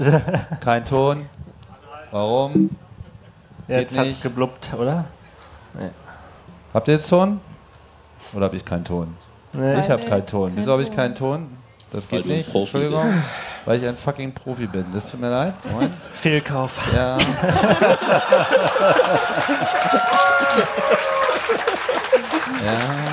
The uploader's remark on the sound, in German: Camp2019. Der Freak Show Podcast live on stage.